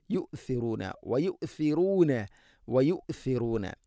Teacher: നാവിൻ്റെ അറ്റം അല്പം പുറത്തോട്ട്, മുൻപല്ലുകളുടെ ഇരുനിരകൾക്കിടയിലൂടെ അല്പം പുറത്തോട്ട്, ദാലിനേക്കാൾ കൂടുതൽ വരണം